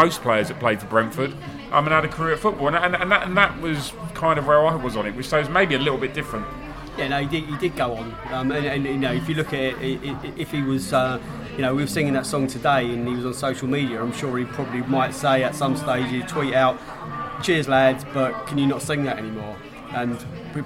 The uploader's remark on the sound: Bolton pre-match podcast from the pub.